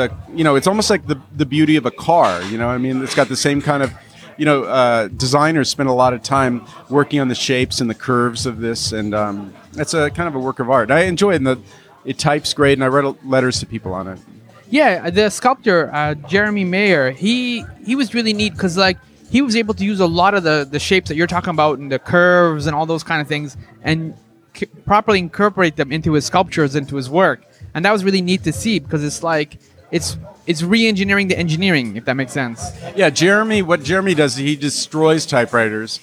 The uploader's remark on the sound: Recorded: Friday October 28, 2017 4:00 pm (EST) at Page One Café. At Page One Café.